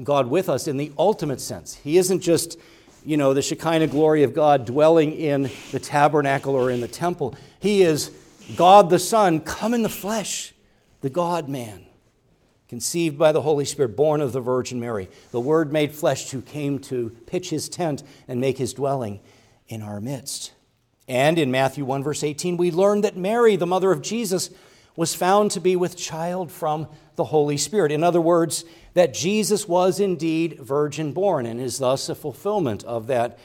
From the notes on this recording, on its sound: preached at Grace Orthodox Presbyterian Church in Sewickley, PA, during the evening Worship Service on Sunday, December 3, 2023